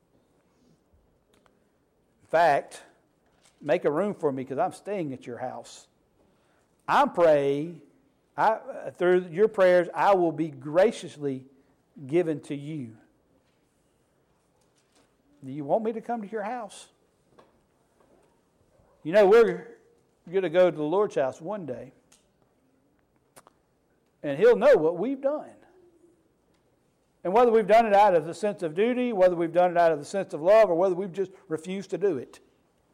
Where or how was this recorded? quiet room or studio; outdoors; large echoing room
large echoing room